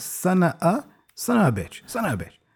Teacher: We just turn into a schwa altogether, like a. So it can become son of a bitch with a double schwa sound there in the middle.